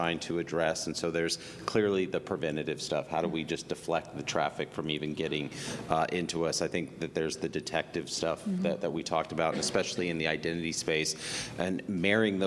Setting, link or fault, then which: setting, busy venue